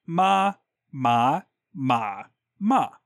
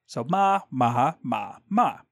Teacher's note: Yeah, the 4 tones in Mandarin are ma, ma, ma, ma, where it's like high flat tone, and then rising tone, and then low tone, and then like falling tone